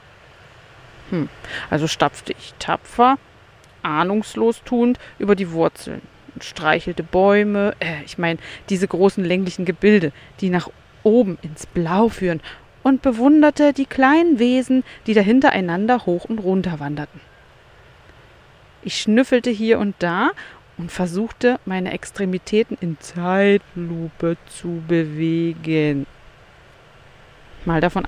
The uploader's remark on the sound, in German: Das Meer ist mein Begleiter in dieser Folge, ein Strandkorb mein Aufnahmestudio. Es ist kurz vor Sonnenuntergang an einem der schönsten Strände die ich kenne. Paar Minuten White Noise am Ende.